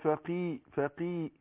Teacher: يبقى القاف مكسورة تاخد أدنى درجات تفخيم